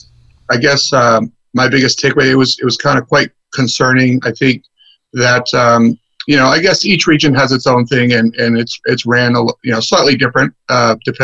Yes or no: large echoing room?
no